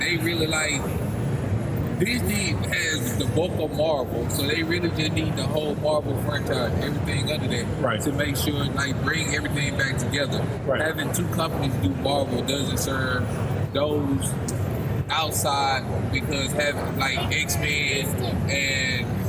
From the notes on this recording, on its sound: LIVE from Comicpalooza 2018